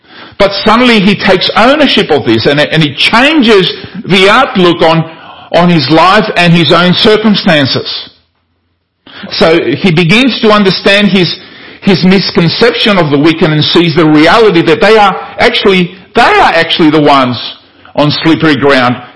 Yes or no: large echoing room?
yes